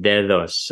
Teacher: For example, if you take Spanish, what would have been an underlying form dedos, the way it's pronounced in Spanish is dedos as a fricative